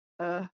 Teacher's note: So, most notable qualitative change that happened to the English language after the Norman invasion was called vowel reduction, which is like the centralizing and laxing of short vowels, um, <laughs> which means that a lot of like ah became like uh · Term: schwa